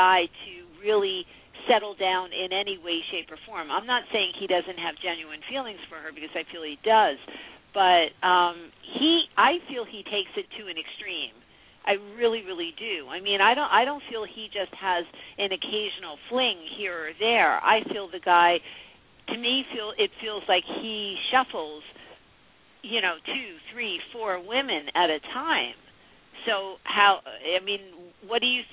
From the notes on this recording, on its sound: live call-in radio talk show